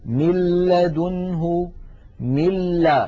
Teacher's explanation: مثال إدغام النون الساكنة في اللام من لدنه، ملا، لاحظوا مل من الميم إلى اللام مباشرة وننطق لاما مشددة ولم يبق من الغنة شيء